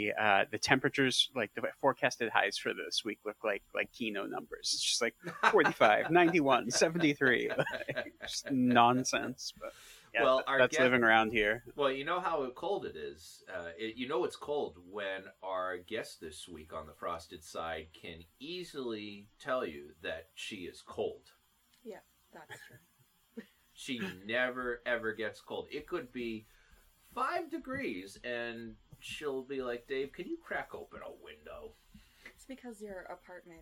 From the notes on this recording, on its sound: There were some slight audio issues with this one, as this was the first episode in over a year with two people recording in the same room.